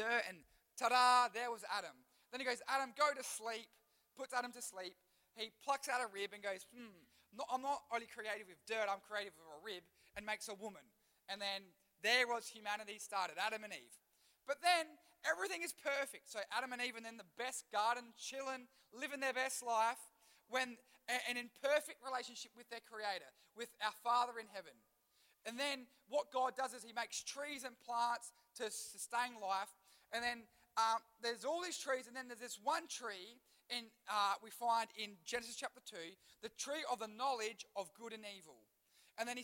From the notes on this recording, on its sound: Recorded live at One Youth (One Heart Church, Port Lincoln).